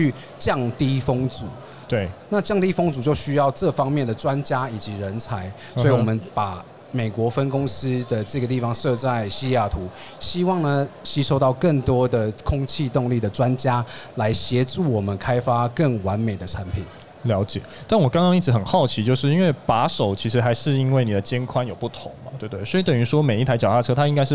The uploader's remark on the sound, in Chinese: 2022 Taipei Cycle台北國際自行車展-Live Podcast